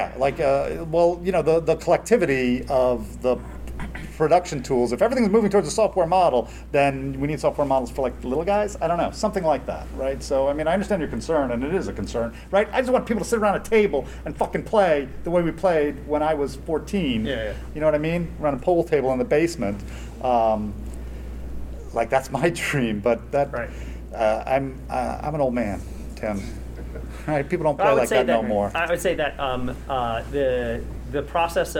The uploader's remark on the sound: Recorded at Metatopia 2023